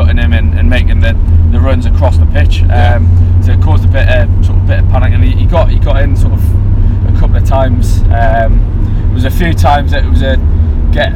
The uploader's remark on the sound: join you from the car home